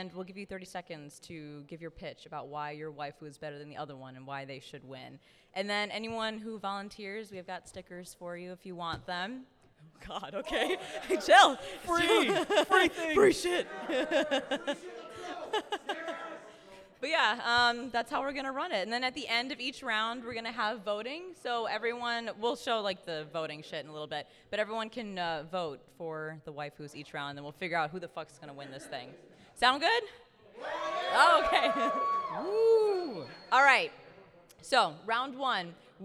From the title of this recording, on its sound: Live Panel at Anime Central 2022